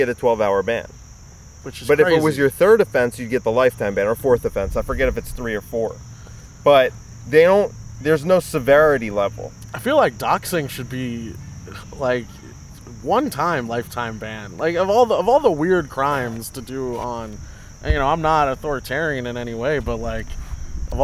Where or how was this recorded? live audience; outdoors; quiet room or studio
outdoors